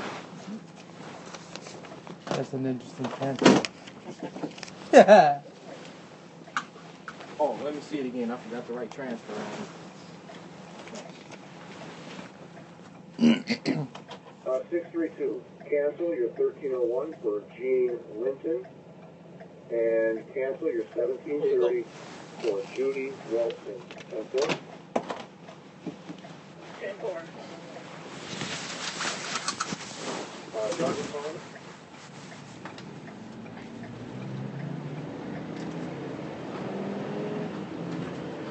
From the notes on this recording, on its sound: An april 6 2013 recording on a metro bus. Recording on a metro bus, of a driver and passenger talkging about football.